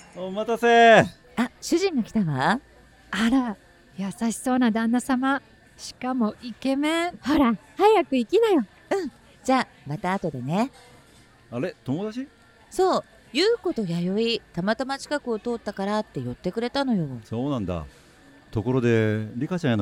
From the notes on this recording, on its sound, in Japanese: 5/13に都内で公開収録を開催し、リスナーにもラジオドラマに参加いただきました。